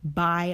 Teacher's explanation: the diphthong I combines the vowel ah with the vowel i